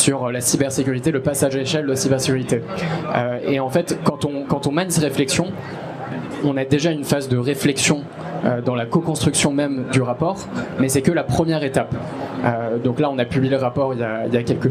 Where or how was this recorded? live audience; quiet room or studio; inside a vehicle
live audience